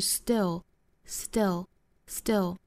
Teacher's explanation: 中间的这个字母 t 不要发成 t，应该是类似于一个 d 的发音，所以是 still stillstill， s 后面的清辅音是不送气的，不要发成 still，应该是 still。后面的 feel feel 连读 feel all feel all alone